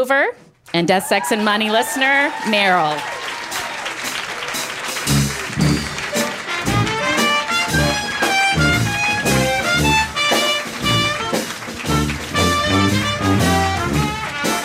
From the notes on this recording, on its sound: A show we hosted at Caveat in Manhattan. Throw ourselves an in-person goodbye celebration. A show we hosted at Caveat in Manhattan.